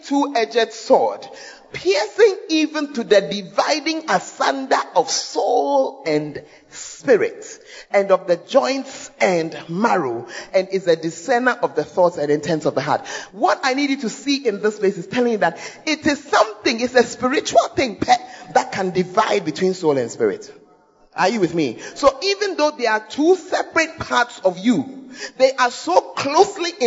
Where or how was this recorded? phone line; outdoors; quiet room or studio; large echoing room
large echoing room